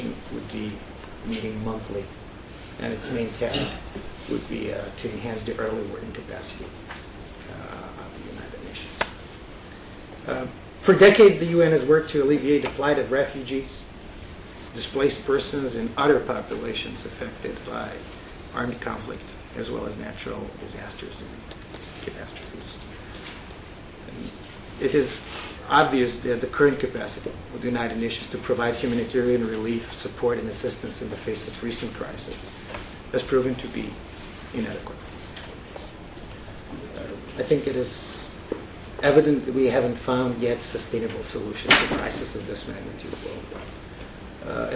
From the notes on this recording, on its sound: This is a recording of a talk given at the Royal United Services Institute on 21 April 2016